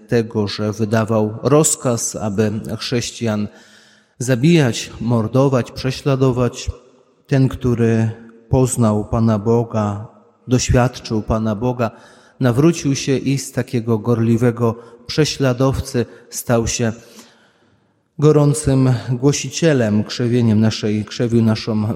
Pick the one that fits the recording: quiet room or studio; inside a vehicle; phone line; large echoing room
large echoing room